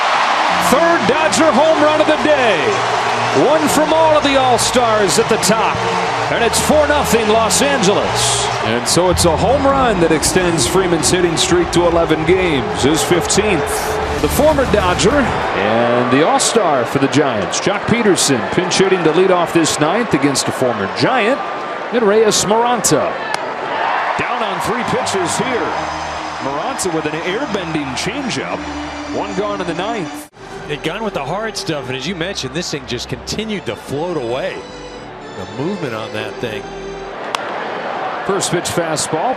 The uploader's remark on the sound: LIVE from #dodgerstadium.